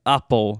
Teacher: É um entre E e A.